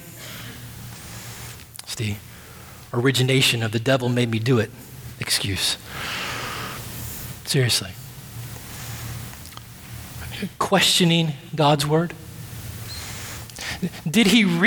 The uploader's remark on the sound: at Redemption Hill Church